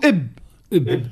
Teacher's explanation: نقولوا 85% شدة و 15% فما رخاوة، فما شوية رخاوة